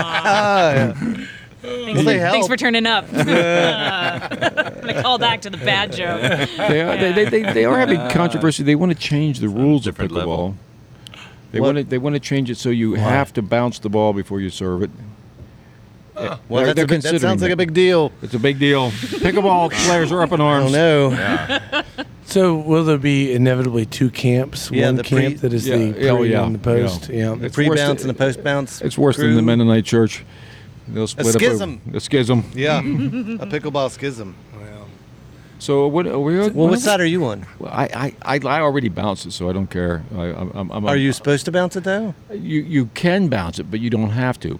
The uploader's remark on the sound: Recording outside is hard. Tonight we were reminded why recording outside might not have been the best option for a podcast! Large groups, barking dogs, car horns, car alarms, screaming children, church bells and maybe a murder. Tonight we heard it all.